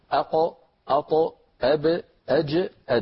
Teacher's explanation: نقول لا يا أخي، صفات الحروف كلها، صفات الحروف كل صفات الحروف في الساكن والمتحرك على السواء، إلا أنها في الساكن أوضح، ما عدا صفة القلقلة لا تكون إلا حالة السكون أق أط أب أج أد، هذه الخمسة عند سكونها كانت العرب تنطقها مهتزة